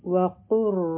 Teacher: او مخکې چونکې را راغله د شده سره او د دې نه مخکې لام خالی و، نو قاف به ډایرکټ د را سره میلاو شي. را به غټه وایو او په زور سره به پرا باندې راځو، لام به پکې نه وایو. نو دا به شي وقر، او بیا به را د با سره یو ځای کو.